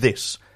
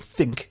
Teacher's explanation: we write them the same, but they are different sounds because one of them you use your voice and one of you don't.